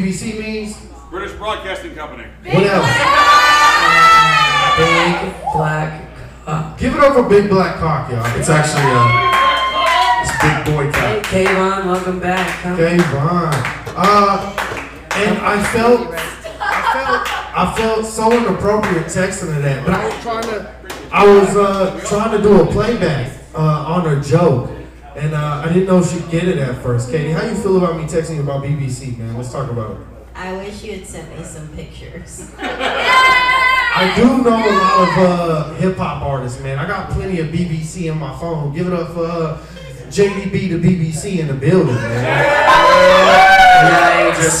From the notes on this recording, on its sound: LIVE AT THE FURSHOP